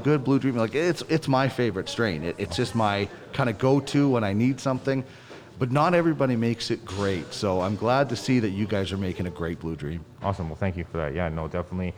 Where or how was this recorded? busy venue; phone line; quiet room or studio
busy venue